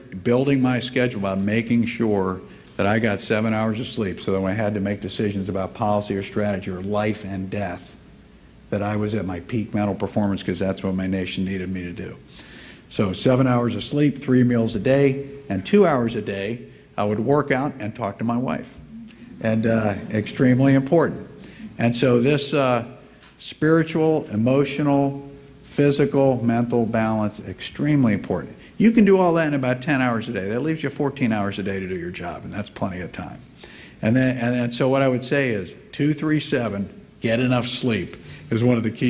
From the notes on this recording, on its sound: Gave the keynote address at IWP Commencement on May 18. 2019 at the Fairmont Hotel.